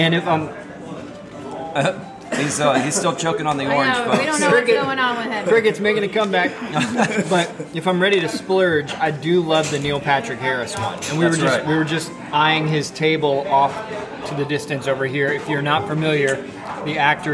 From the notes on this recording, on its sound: record LIVE inside their favorite EPCOT attraction, La Cava del Tequila!